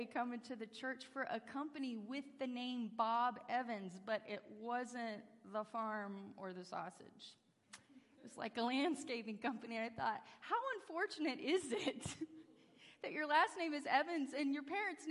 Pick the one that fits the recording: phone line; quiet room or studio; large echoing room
large echoing room